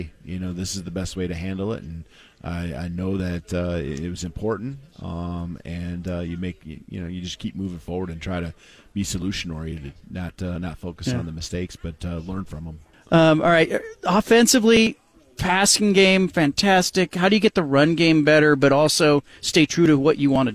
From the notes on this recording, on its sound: at Pac-12 Media Day in Las Vegas